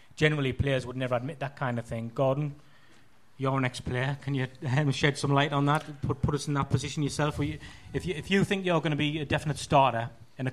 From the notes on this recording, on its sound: Live at The Isis. With a live audience at The Isis, Sunderland.